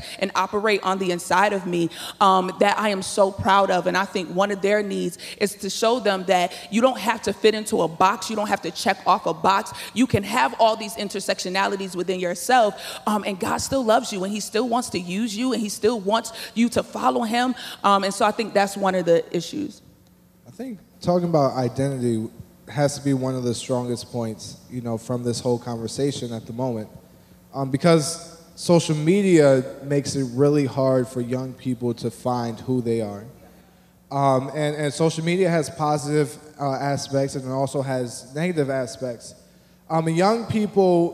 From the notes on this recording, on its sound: In this main stage session, a panel of experts hold a conversation on Gen Z & the church.